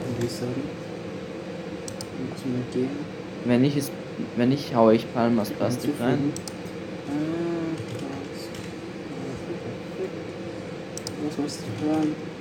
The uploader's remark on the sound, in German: Leicht verspätete folge mit schlechter audio qualität. Dem hat mein internet ein strich durch die rechnung gemahct jedoch sind wir jetzt back mit einer sehr alten folge.